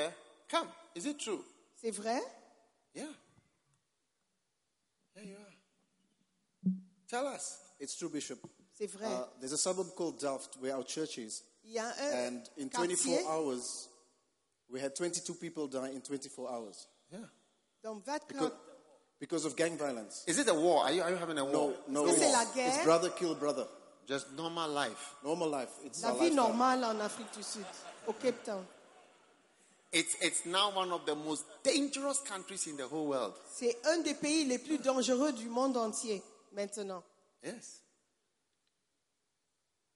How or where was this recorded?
live audience